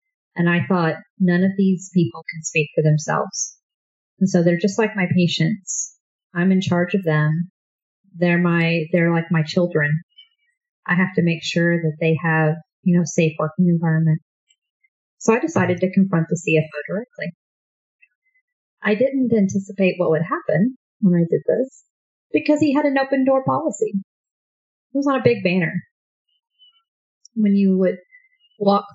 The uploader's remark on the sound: In this podcast, we feature our very first guest interview! Please pardon the sound quality as we are still getting the technical details figured out.